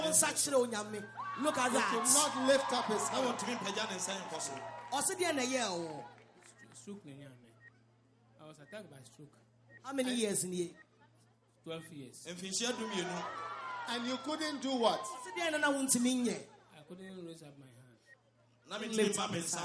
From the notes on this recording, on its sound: Preached at a Healing Jesus Campaign in Goaso, Ghana